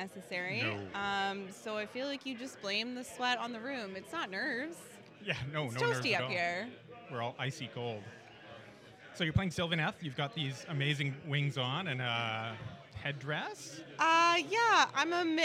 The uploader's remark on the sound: We recorded at the Northern Wastes GT to capture some of the excitement and chat with our cool new friends. The volume is all over the map.